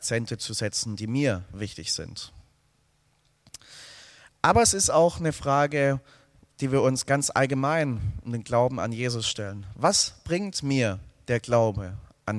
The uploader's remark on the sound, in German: aus dem Gottesdienst der Liebenzeller Mission